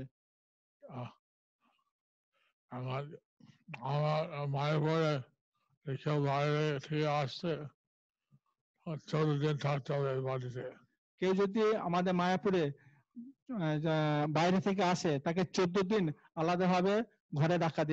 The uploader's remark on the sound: Zoom Session